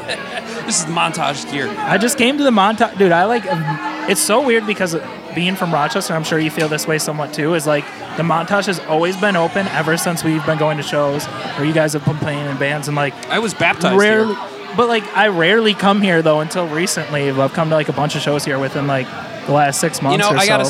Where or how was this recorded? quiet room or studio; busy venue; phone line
busy venue